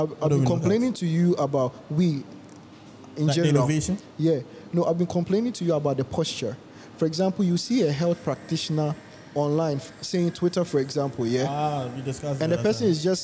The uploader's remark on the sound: Take the podcast recording outside again. This time they record this episode at the ACCRA MALL Ltd.